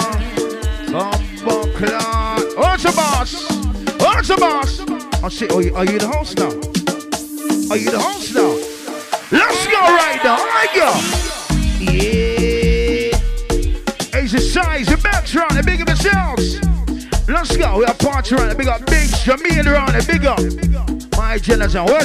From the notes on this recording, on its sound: Live Audio from The Link Up Recorded on Friday 25th March 2022